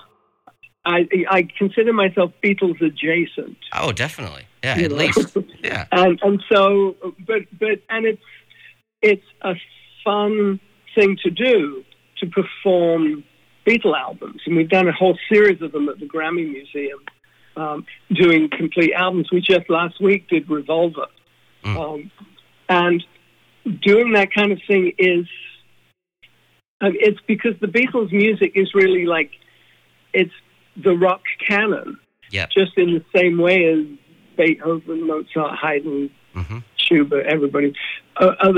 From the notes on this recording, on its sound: chats on the phone